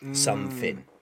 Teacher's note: I will say TH with something called TH fronting, which is like an F or a V.